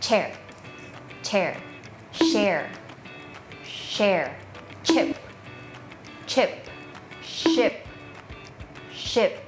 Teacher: ทั้งสองเสียงมันเป็น voicelessหรือ unvoicedก็คือไม่ใช้เส้นเสียงเลยค่ะมันจะไม่สั่นที่เส้นเสียงเลย